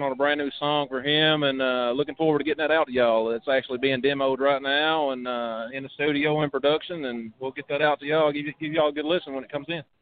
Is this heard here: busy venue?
yes